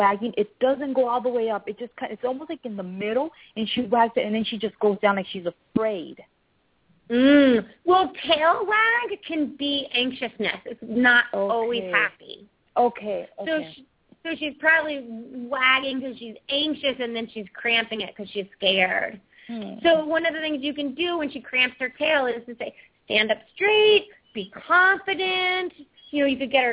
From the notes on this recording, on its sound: open up the lines for listeners to call